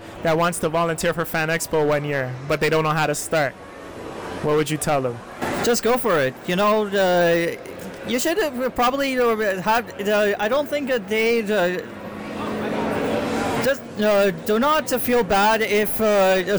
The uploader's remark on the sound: Event: FanExpo Canada. All while a bunch of background noise soothes us all!